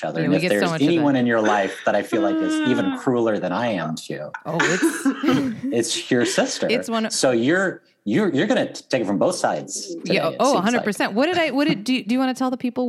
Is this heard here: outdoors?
no